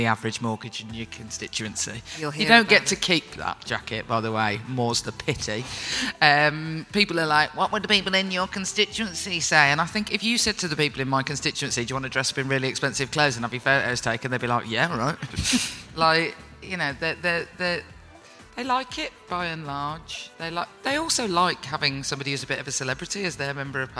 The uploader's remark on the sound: at Podcast Day 24 for a panel discussion